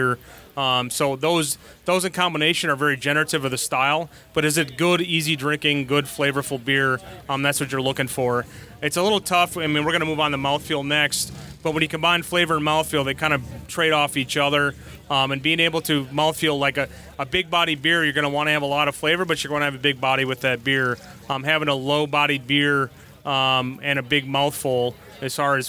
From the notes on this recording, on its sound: We broadcasted Live from the DeVine Liquors Homebrew Competition this year.